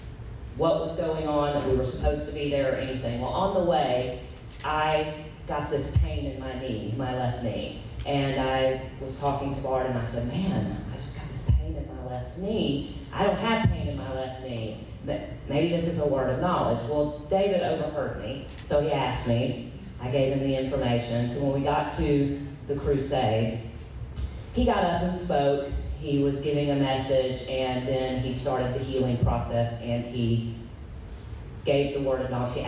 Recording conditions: poor sound quality